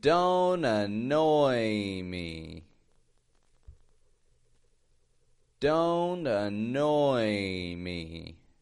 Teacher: Stretching out the oi and then the E.